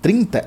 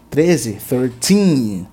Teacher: o tin do 13 ao 19 tem que ser dado a ênfase. Ele que é a sílaba tônica · Shown in: second take